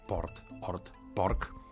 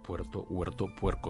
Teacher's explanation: El que en català tenim una O oberta, port, hort, porc, en castellà fa diftong, no? Puerto, huerto, puerco, i això és sistemàtic.